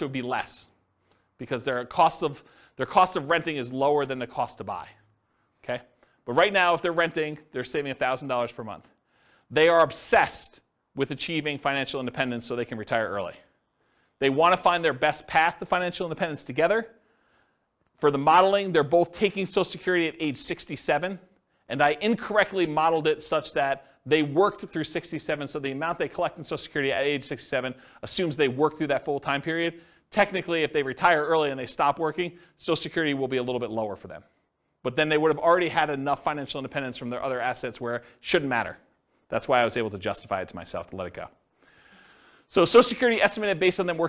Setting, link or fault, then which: setting, live audience